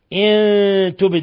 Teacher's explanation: نون ساكنة جاء بعدها التاء إخفاء حقيقي، وعندنا الباء ساكنة تبد تقلقل الباء، إن تبد تبد لكم